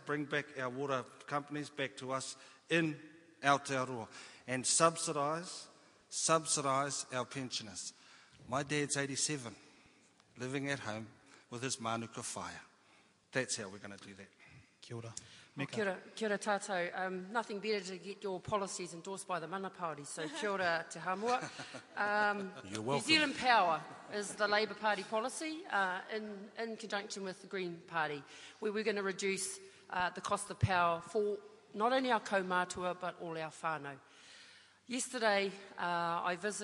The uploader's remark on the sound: Part two of Ikaroa Rawhiti debate. Audience members put a few questions to the candidates.